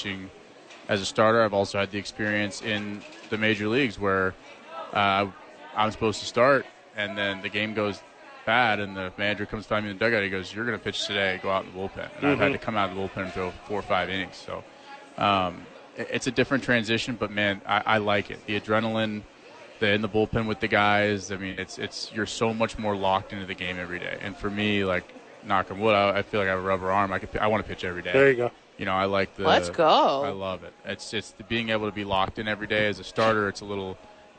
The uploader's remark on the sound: live from Isotope Park